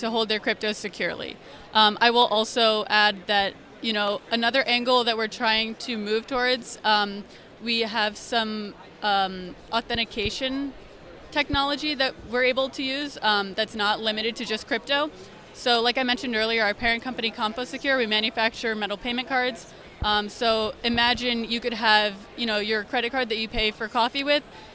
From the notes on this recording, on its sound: Live from Consensus 2023!